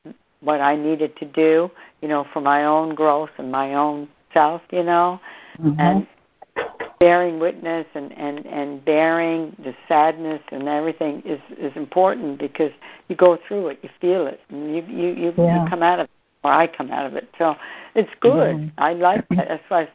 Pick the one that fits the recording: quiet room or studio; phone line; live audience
phone line